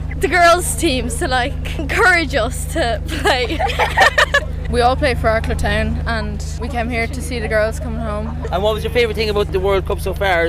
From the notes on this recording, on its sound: Crowds are gathering on O’Connell Street for a homecoming celebration. Live on the Hard Shoulder to capture the atmosphere with fans and players.